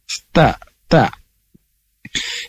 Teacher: Ujung lidah bertemu dengan pangkal gigi atas. · Term: huruf ta